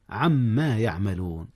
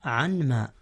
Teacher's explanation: أدغم نون عن في ميم ما · Shown in: first take · عما يعملون، والأصل عنما. · Term: إدغام